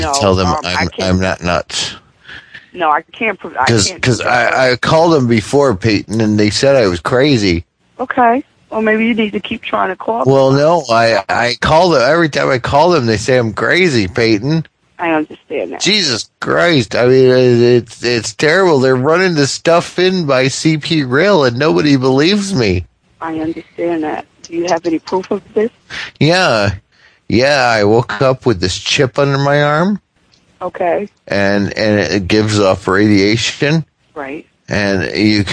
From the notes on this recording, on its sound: Prank Phone Calls.